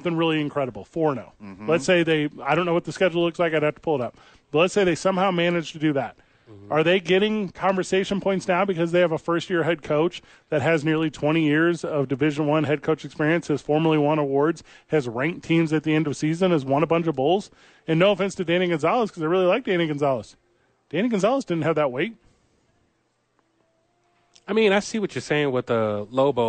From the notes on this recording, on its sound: live from the YMCA